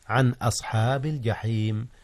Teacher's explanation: أظهر النون قبل الهمزة عن أصحاب الجحيم، إذ الهمزة من أحرف الحلق وهي من أحرف الإظهار